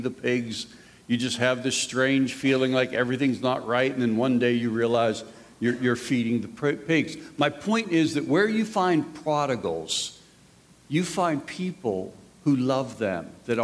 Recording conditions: live audience